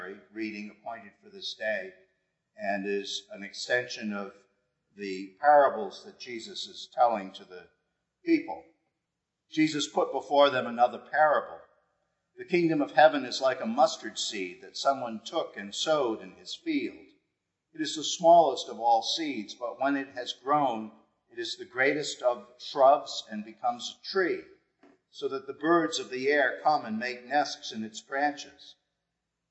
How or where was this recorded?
large echoing room